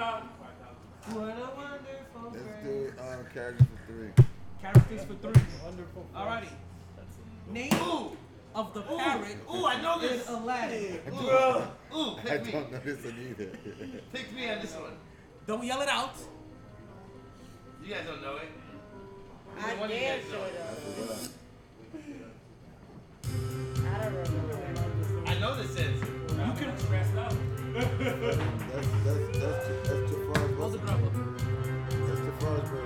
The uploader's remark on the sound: Monday Night live from Sharkeys